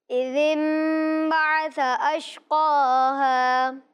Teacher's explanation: اب دیکھیں یہاں پر میم بظاہر نظر نہیں آ رہا، لیکن انہوں نے جب پڑھا تو آواز کس کی آئی؟ میم · Term: اقلاب